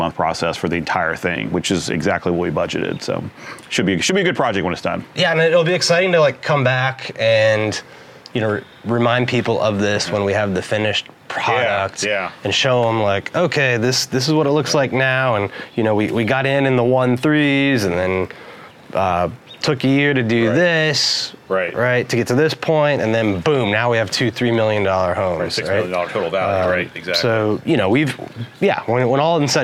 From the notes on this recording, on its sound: Broadcast live from the site of a property that’s about to be demolished. Broadcast live from the site of a property about to be demolished.